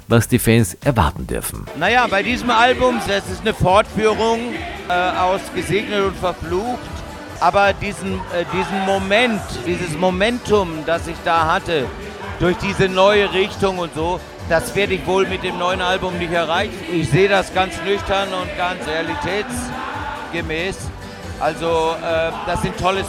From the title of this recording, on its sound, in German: Live vom Wachauer Volksfest 2023